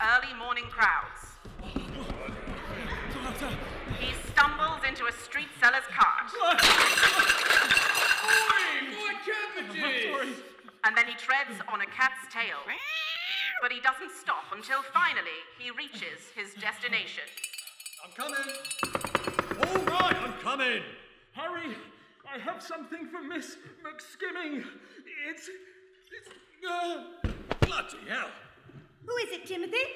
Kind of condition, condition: setting, live audience